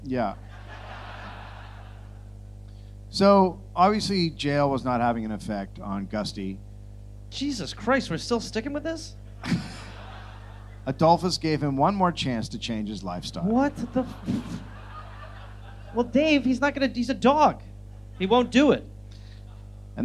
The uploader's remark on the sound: Live in Dublin